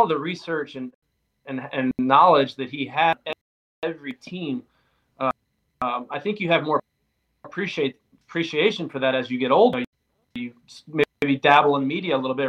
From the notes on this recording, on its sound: APOLOGIES for the wifi issues